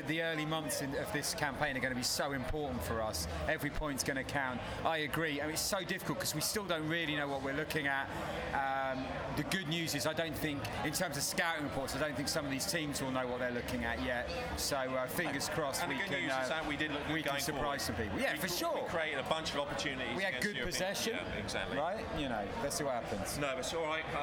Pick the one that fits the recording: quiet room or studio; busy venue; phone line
busy venue